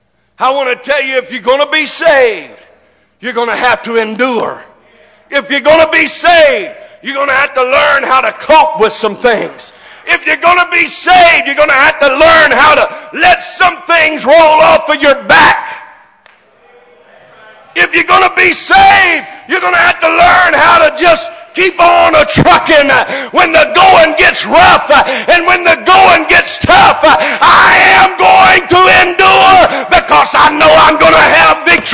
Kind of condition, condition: setting, large echoing room